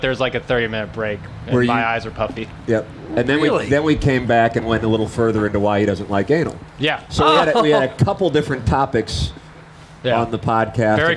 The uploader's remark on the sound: TMA Day at the Ballpark. We are Live from Salt + Smoke at BPV!